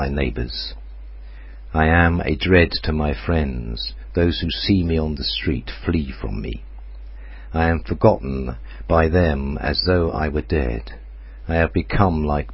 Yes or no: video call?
no